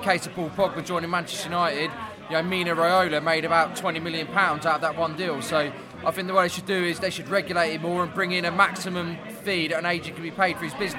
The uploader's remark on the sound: Chelsea pre-match podcast from the pub